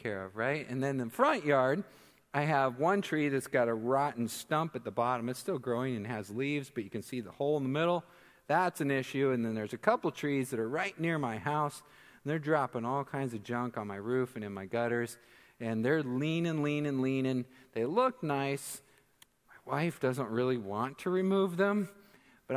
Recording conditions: large echoing room